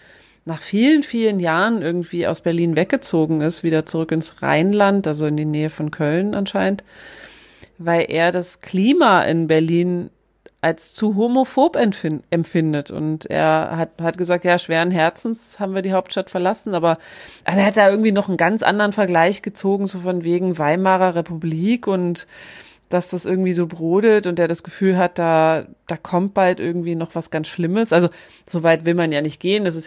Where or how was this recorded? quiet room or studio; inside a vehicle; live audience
quiet room or studio